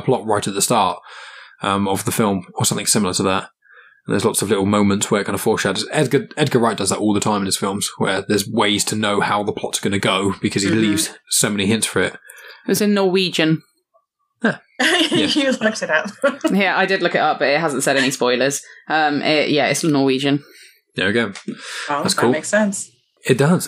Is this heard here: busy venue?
no